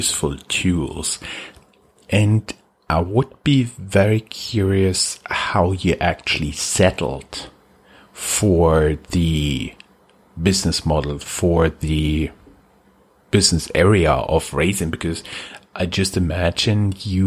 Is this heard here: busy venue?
no